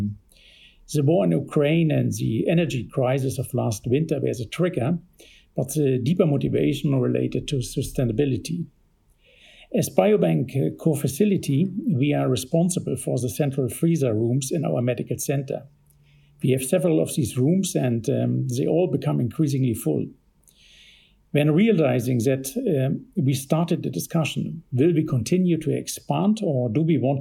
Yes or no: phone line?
no